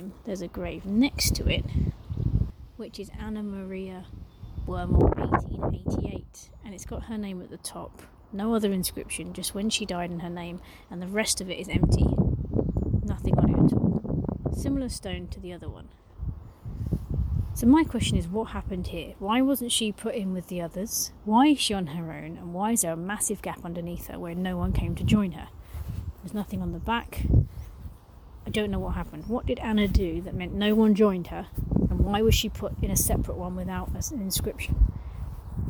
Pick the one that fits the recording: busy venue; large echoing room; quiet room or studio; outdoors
outdoors